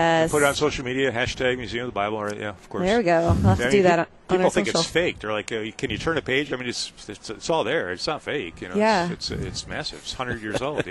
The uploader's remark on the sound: Live at LCMSYG: Museum of the Bible. Live at the LCMS Youth Gathering.